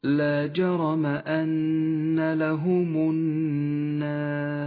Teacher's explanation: ترقق الألف لأنها مسبوقة بحرف مرقق، وأما الراء فتفخم · Term: ترقيق الألف